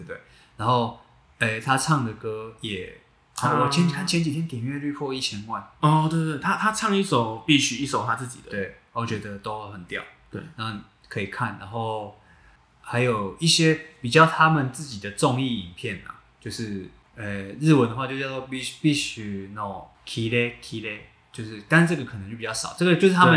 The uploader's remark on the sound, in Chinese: 這兩次錄音不知道為什麼回音很重，已經盡1000%力量調整了，下次會再改進。